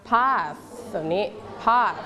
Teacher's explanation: เราต้องเอาลิ้นไว้แตะไว้ที่หลังฟันอะไรคะฟันล่างหรือฟันบนฟันบนนะคะ · Term: TH sound